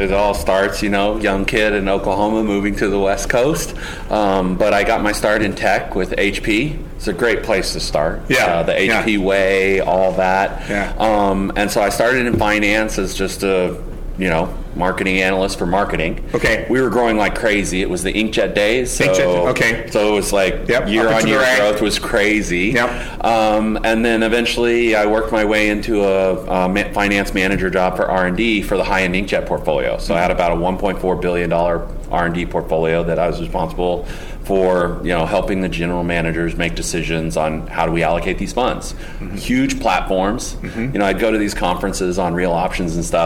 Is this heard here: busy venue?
yes